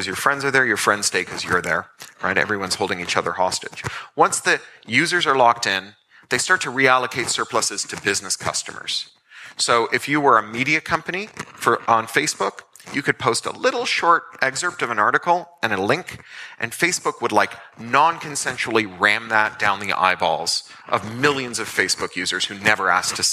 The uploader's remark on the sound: at Elevate Festival 2023